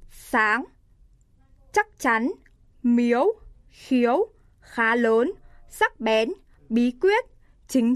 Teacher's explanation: dấu sắc, âm vực trung bình, âm vị chắc, cao, âm vị chắc, không gãy như âm dấu, kết thúc âm vực cao, nghẽn thanh hầu khi phát âm